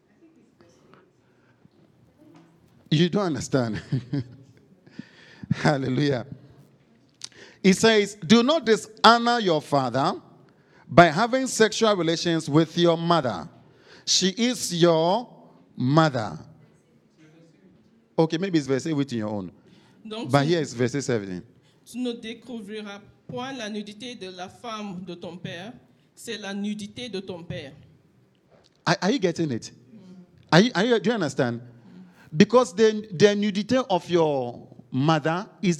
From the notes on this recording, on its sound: Preached during Joyful Hour Service at FCI Ministries, Rabat, Morocco.